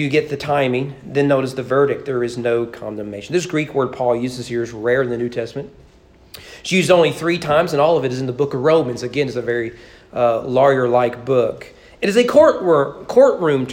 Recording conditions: large echoing room